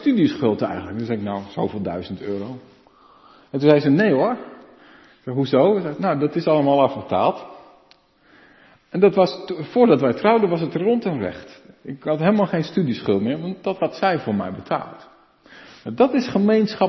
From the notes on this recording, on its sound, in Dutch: De preek is op 5 februari 2023 opgenomen in de Maranathakerk in Groningen